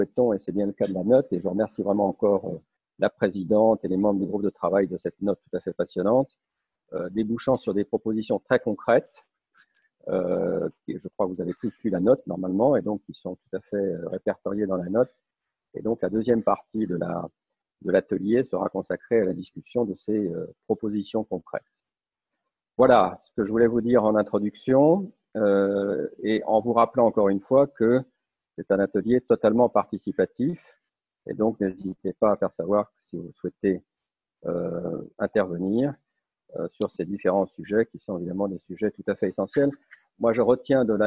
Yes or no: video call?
yes